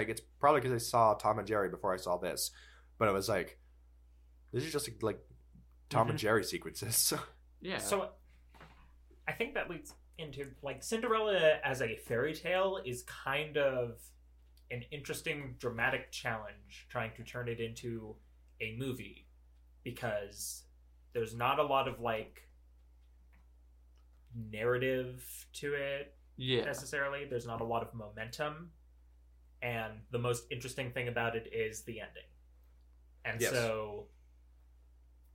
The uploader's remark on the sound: NEW MICS (still tweaking so hopefully sound gets better as time continues).